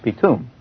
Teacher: And so you have it pronounced as pitum, pitum in Egyptian. When you take out the R, per atum becomes pitum.